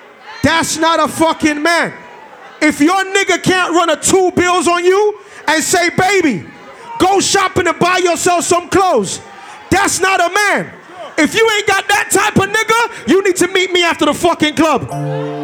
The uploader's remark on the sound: Live Dancehall Set at Bashment Party